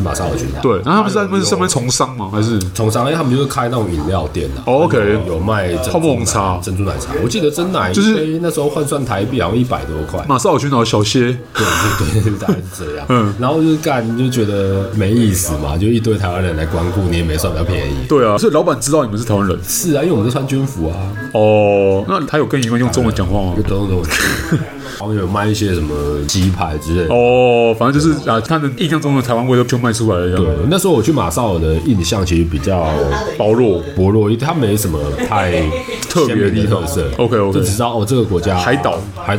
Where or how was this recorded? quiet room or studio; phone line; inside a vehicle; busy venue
busy venue